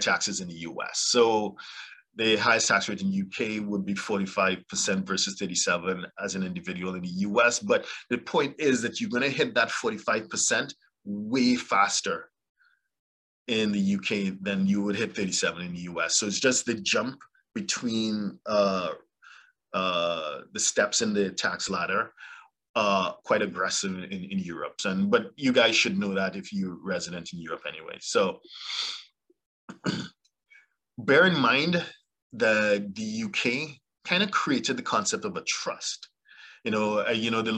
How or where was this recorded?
video call